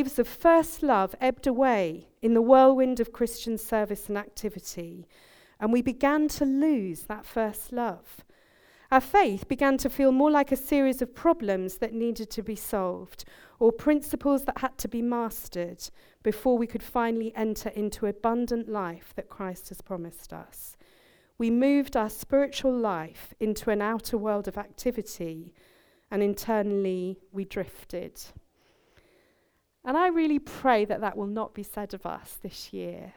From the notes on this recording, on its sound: At our Moseley gathering.